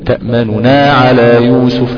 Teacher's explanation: انك تضم ضم بسيط، انك تضم ضم سريع وتخفض صوتك عند الضمه · Term: الروم